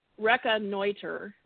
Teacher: the emphasis on the noi, N-O-I, that the emphasis syllable is the third one